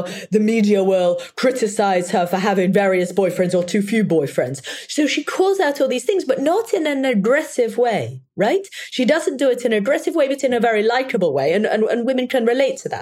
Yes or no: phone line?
no